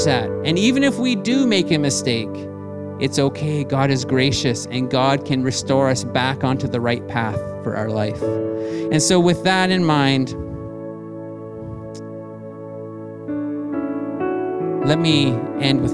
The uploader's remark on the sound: Streamed on July 19, 2020 at THRIVE Church Vancouver, Canada